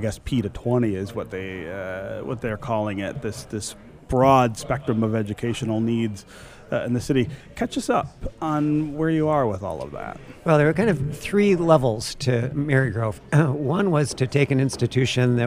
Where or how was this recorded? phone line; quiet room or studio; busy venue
busy venue